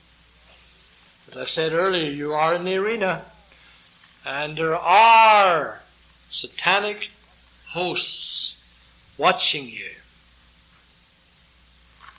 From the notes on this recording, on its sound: This sermon was preached during the evening sermon